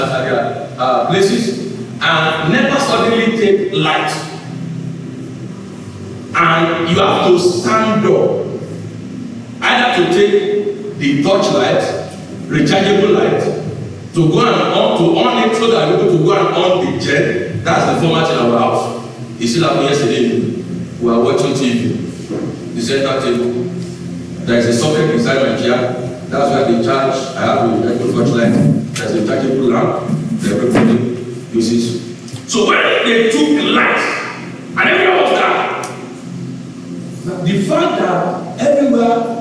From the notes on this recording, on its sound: Covenant Champions Global Assembly Live Service